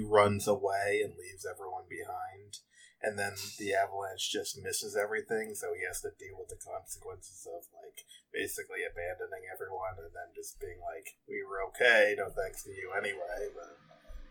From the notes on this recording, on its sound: We apologize in advance for the audio quality of this episode